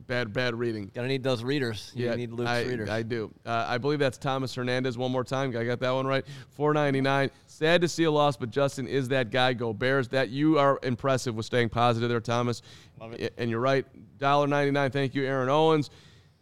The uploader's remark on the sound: live from Soldier Field